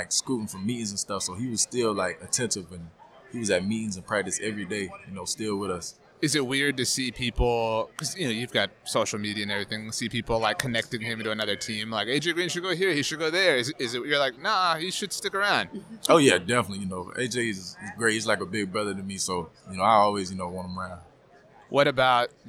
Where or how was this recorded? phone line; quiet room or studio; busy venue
busy venue